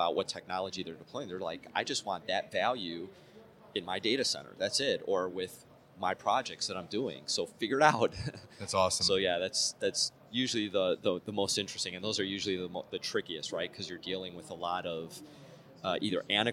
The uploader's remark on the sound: joins us live on The Hot Aisle during Day 3 of Dell EMC World 2017